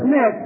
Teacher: وطالما أنهما صار نونا مشددة والنون المشددة من أحكامها ماذا؟ من أحكامها الغنة